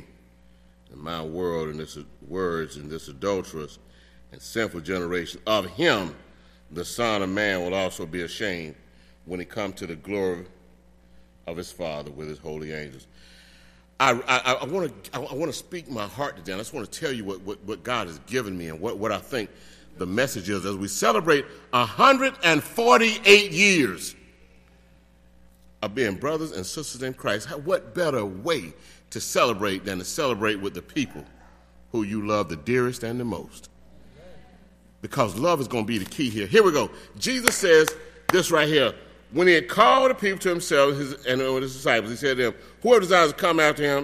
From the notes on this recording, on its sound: delivered the sermon for our 148th Church Anniversary service on May 27, 2018.